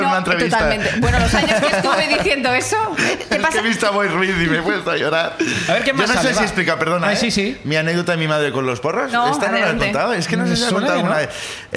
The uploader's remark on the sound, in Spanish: El público nos cuenta